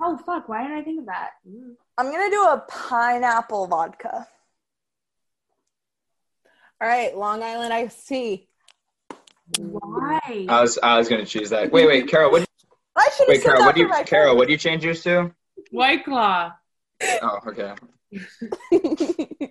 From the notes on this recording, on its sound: Apologies for the audio quality, that’s on zoom.. It’s all zooms fault!